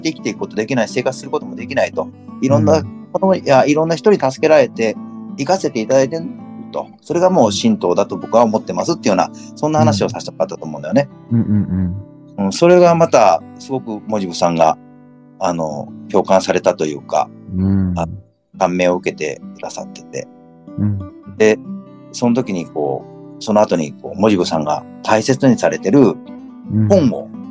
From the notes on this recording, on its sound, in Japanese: zoom収録のため少し聴き辛いです、ごめんなさい